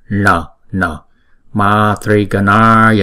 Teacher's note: Hai âm chữ N này chúng ta để cong lưỡi lại.